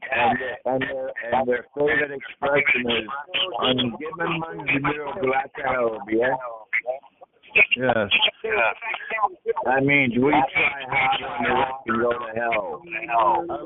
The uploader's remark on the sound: Conference Call